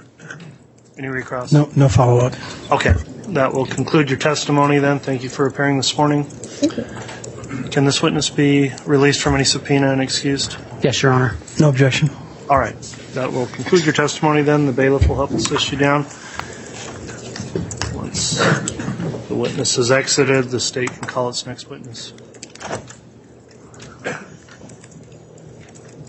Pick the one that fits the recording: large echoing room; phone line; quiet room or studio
large echoing room